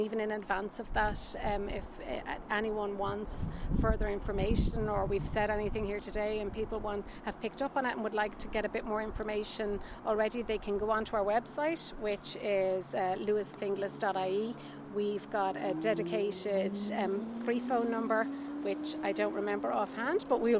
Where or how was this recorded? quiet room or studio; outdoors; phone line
outdoors